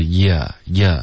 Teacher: 这个 year 的这个音不要加儿化音